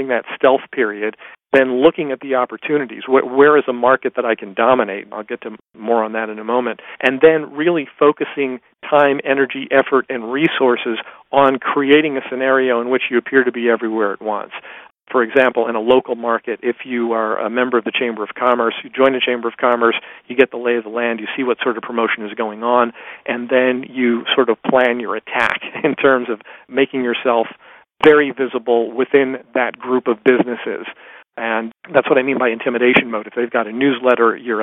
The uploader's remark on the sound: excerpt from a live Top Secrets teleconference